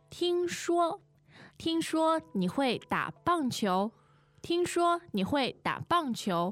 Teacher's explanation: 听说, two first tones